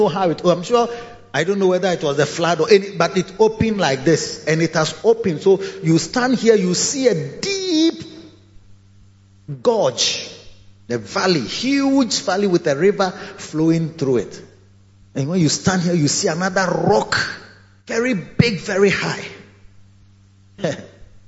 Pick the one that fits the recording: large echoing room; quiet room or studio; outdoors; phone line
large echoing room